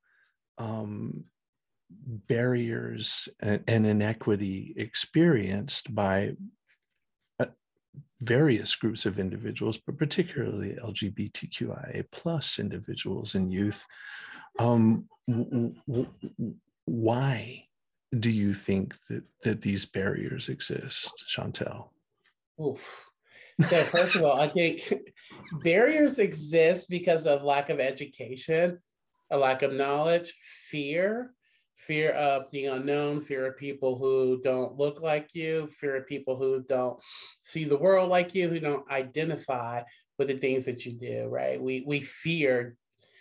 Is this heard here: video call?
yes